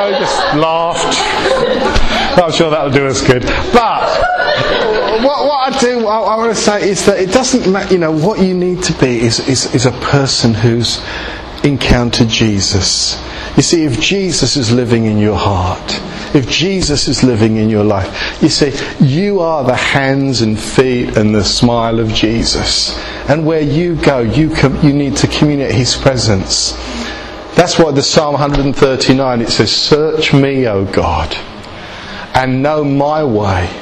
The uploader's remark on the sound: speaking in session 3 of God Encounters The best way to live at the Estuary Elim Group of Pentecostal Churches Church Away Day